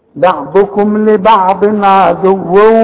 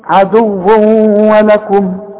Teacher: ضمتين وبعدها واو، طب الواو دي بقى من حروف الايه الادغام، عند النطق كأن الواو بتاعت ولكم دي مشددة